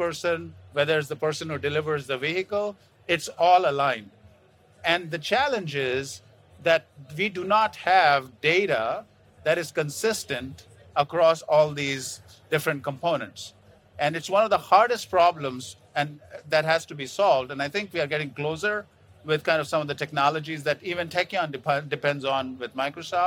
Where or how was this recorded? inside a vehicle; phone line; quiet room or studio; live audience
live audience